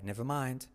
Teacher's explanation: Aquí curioso que la R de never decae.